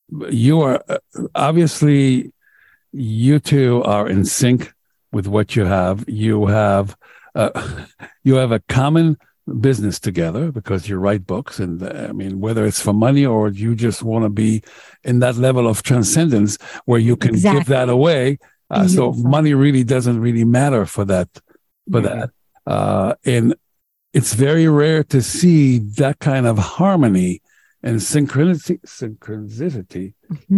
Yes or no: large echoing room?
no